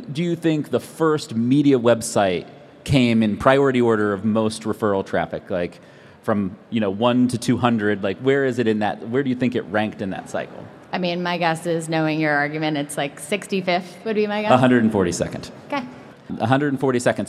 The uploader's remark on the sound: Live from INBOUND. On this special episode live at INBOUND.